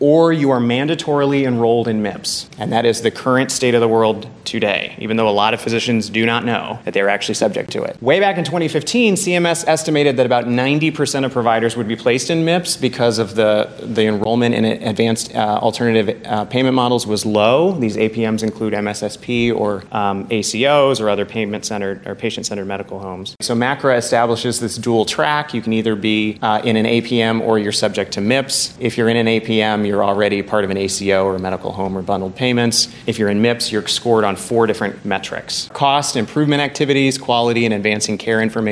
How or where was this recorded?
busy venue